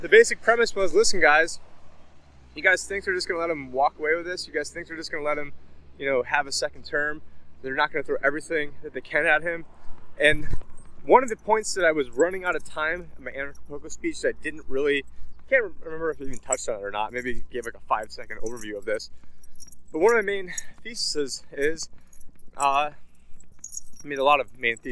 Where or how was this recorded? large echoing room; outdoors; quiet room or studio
outdoors